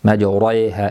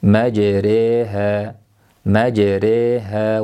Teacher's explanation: Ya'ni o'zi aslida majaroha va mursaha edi, lekin rivoyatimizlarga shu yerda imola bo'lib yetib kelayotganligi uchun majaroha deb emas, balki majriha deb talaffuz qilamiz. Va bunda ro tarqiq hisoblanadi, tafxim emas. · Shown in: second take · Majroha emas, balki tarqiq bilan majriha, majriha va mursaha deb talaffuz qilinadi.